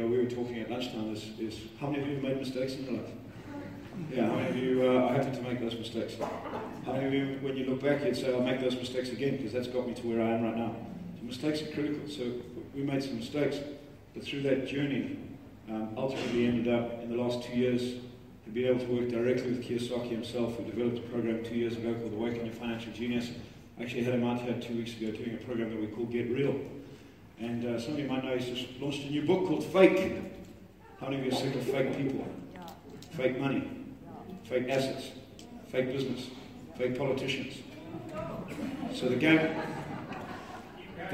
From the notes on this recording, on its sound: This is a live recording. At The Real Entrepreneur event.